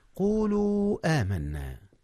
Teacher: مد منفصل جاء هنا يا أستاذنا. جاء حرف المد الذي هو الواو قبل الهمزة في كلمة، والهمزة في الكلمة التالية